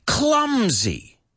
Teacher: Tiene esa S que suena a Z